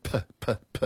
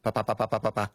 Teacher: in English, when you say a P, it's got a puff of air with it. · Shown in: first take · Term: aspiration